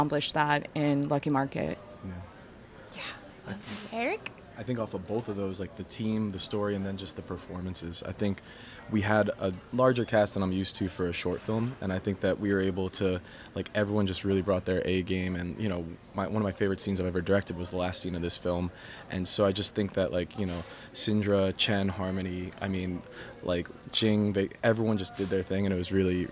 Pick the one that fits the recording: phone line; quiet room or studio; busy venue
busy venue